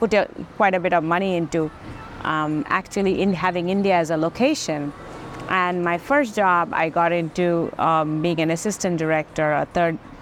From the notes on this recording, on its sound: Today, we find ourselves outside Sweet Hut Bakery & Café in Kennesaw, Georgia! Lavalier microphone.